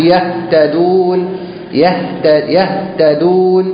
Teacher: ان صوت الهاء خفي جدا ها صوت الهاء مش مسموع